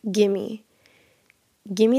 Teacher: we're removing the V from give and we're just making it an M